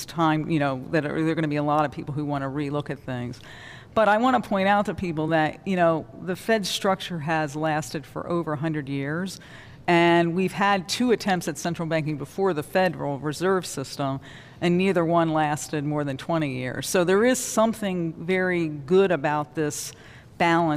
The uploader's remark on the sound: Live from the Federal Reserve Bank of Cleveland.